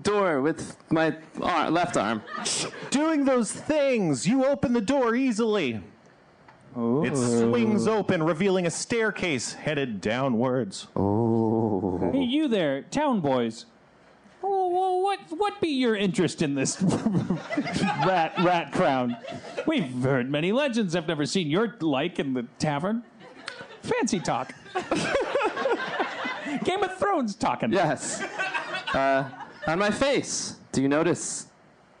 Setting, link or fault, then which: setting, busy venue